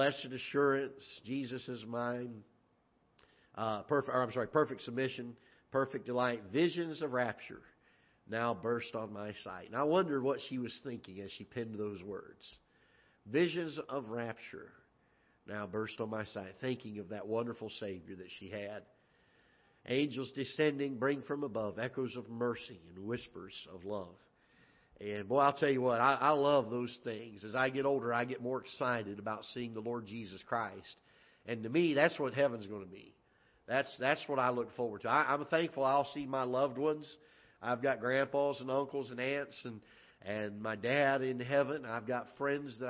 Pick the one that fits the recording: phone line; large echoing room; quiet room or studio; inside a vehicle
large echoing room